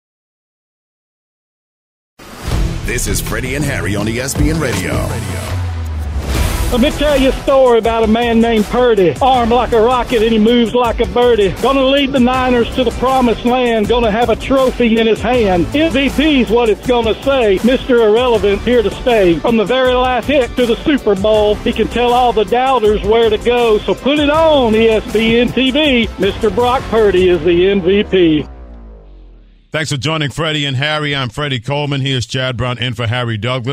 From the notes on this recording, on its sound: joins the show live from the Roof Claim dot com Boca Raton Bowl